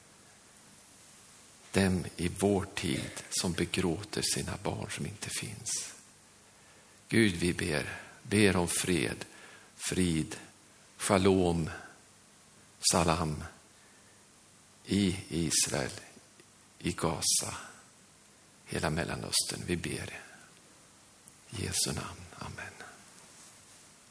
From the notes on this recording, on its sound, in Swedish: Inspelad under nyårsgudstjänst i Löfstadkyrkan i Tranås 2023-12-31.